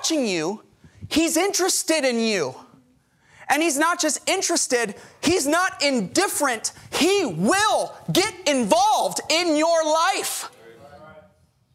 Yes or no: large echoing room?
yes